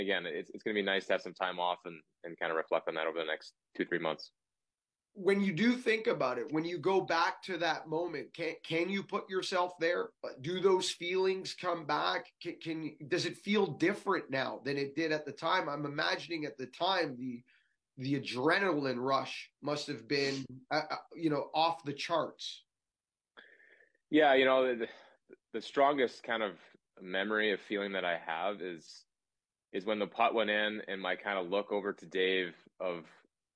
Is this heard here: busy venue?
no